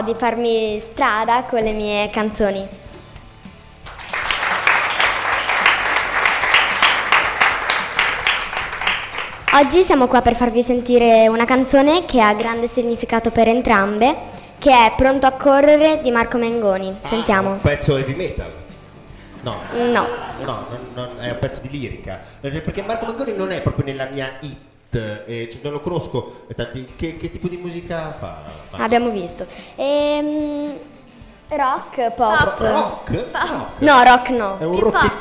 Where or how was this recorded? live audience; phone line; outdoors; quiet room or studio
live audience